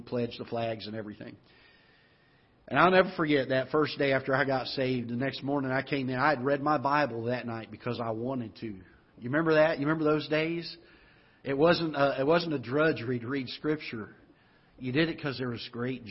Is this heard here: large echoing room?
yes